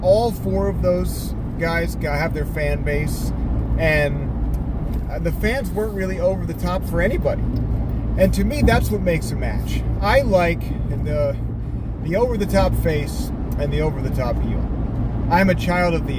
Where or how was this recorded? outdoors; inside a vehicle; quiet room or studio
inside a vehicle